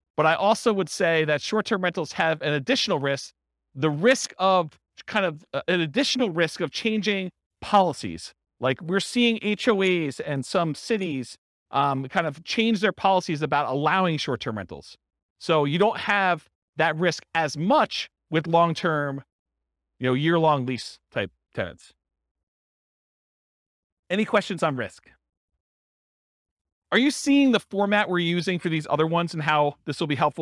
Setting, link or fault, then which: setting, live audience